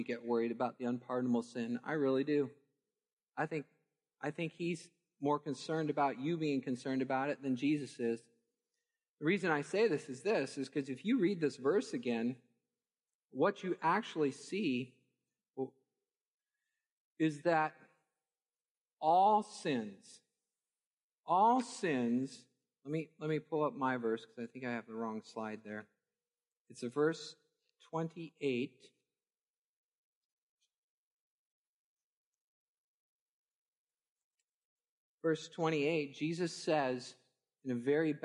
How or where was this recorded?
large echoing room